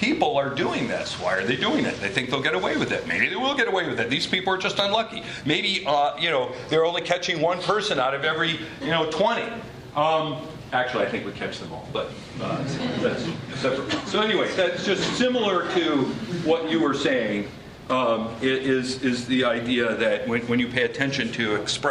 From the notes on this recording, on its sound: University of Chicago Law School. As part of the Chicago's Best Ideas lecture series.